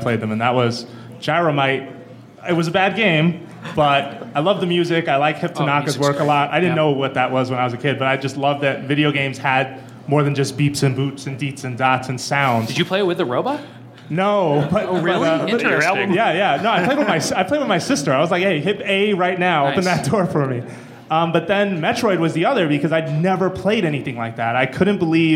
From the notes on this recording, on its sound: Nintendo Voice Chat Live: Our NVStreetPass Event. IGN hosted a StreetPass event and recorded a live Nintendo Voice Chat.